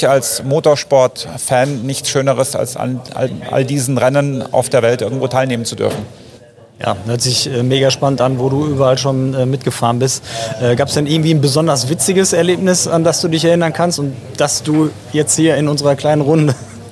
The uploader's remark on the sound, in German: Live von der Rennstrecke!